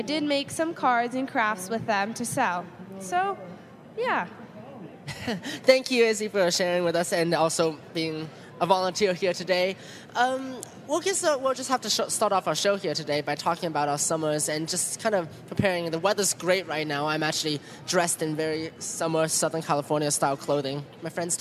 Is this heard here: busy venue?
yes